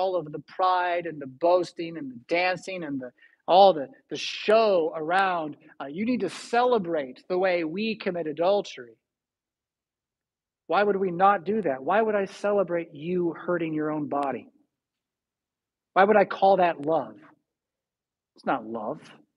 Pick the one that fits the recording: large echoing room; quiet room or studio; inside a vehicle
large echoing room